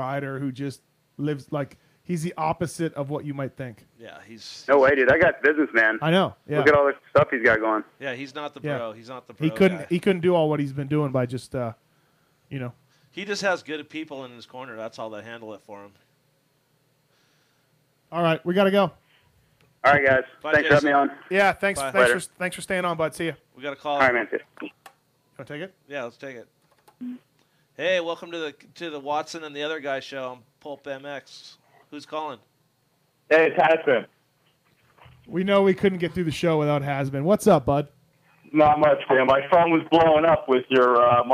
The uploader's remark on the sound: Surprise call in guest